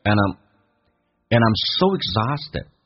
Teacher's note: And I'm 跟 I'm 有一个连音， and 可以弱化成一个鼻音，同时用 and 跟 I'm 进行连音